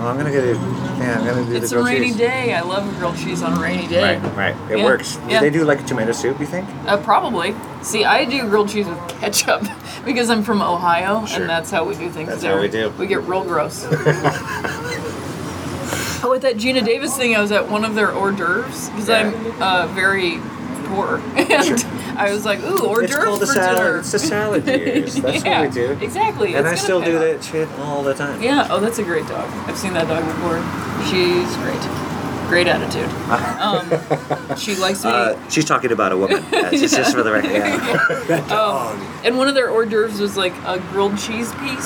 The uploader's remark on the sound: Over grilled cheese and tomato soup at Fred 62 in Echo Park.